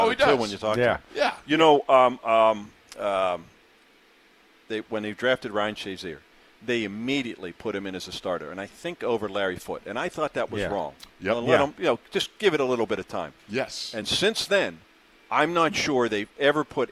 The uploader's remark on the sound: In the Locker Room Live from Steelers Camp Day 7.